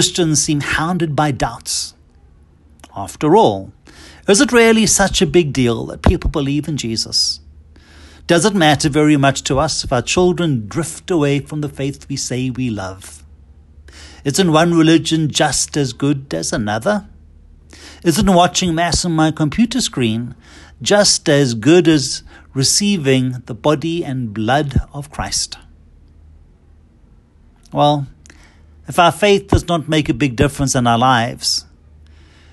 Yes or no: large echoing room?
yes